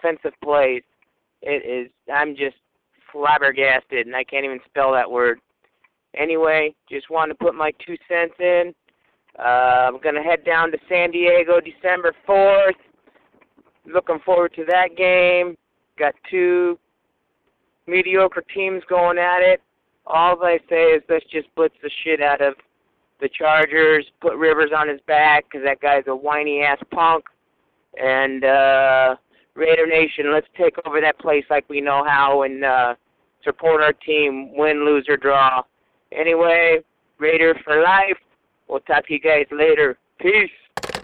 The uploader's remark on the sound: Raider Nation “Boneline” Call-in Segment